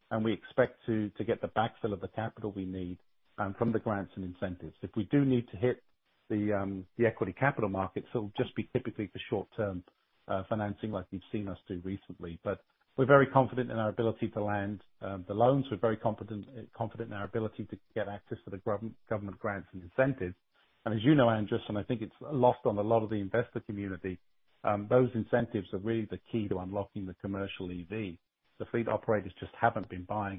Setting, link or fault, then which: link, phone line